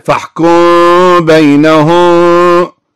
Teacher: يرافق الإخفاء الشفوي هنا غنة في الميم بمقدار حركتين، وتكون الميم عند الباء مخفاة كما أشرنا إلى ذلك.